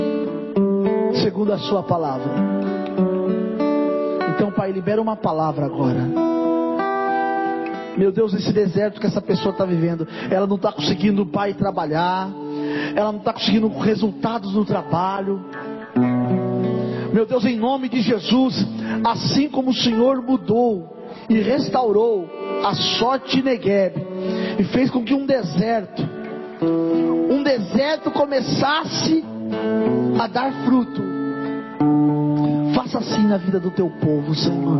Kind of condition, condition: setting, large echoing room